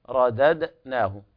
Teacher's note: الدال الأولى محركة ليس فيها قلقلة، والدال الثانية مقلقلة لأنها ساكنة